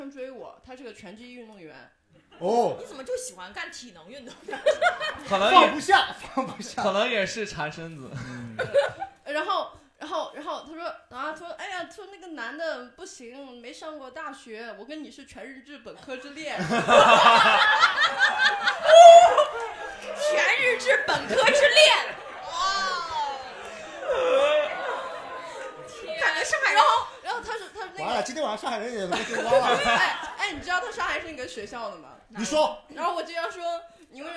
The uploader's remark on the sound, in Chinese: 现场有五六十名观众